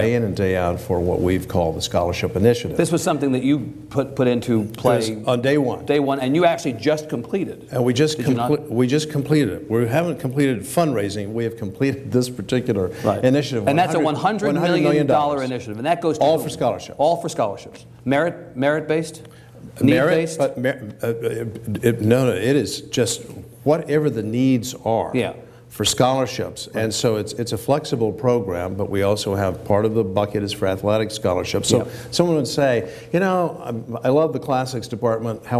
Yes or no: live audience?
yes